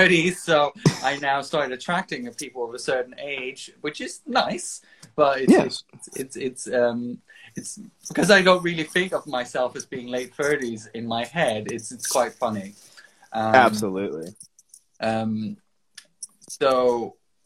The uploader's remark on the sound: Recorded on 23 July 2022 on Instagram Live